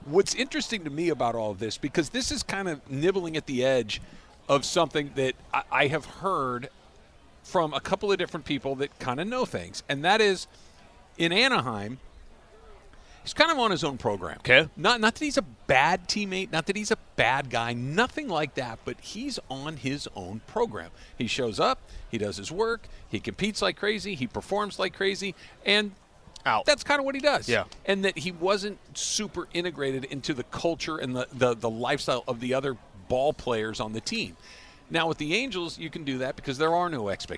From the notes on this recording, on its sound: LIVE from the Genesis Invitational. LIVE at the Riviera Country Club for the Genesis Invitational. They saw Tiger Woods was strolling by them.